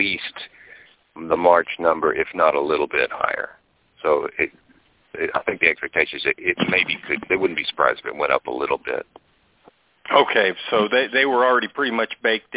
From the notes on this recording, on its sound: Monthly Conference Call